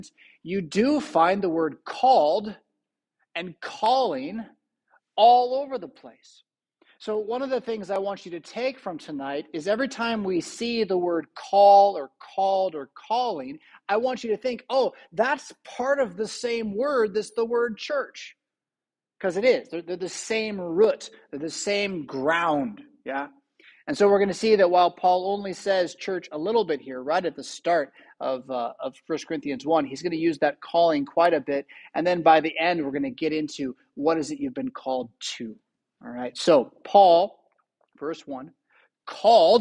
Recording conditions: large echoing room